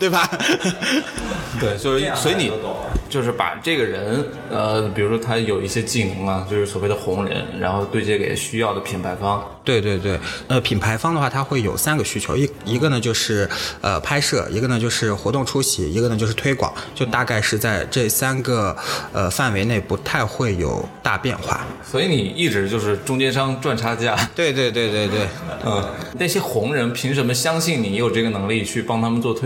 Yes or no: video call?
no